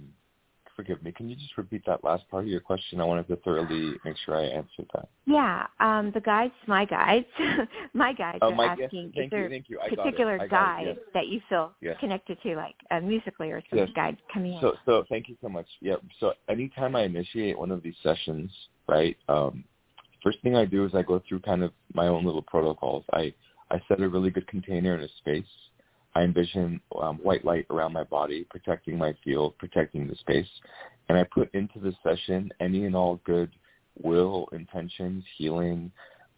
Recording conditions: phone line